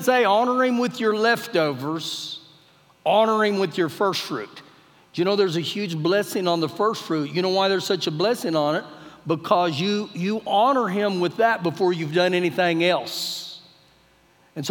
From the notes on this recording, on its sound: Recorded live during our Wednesday night service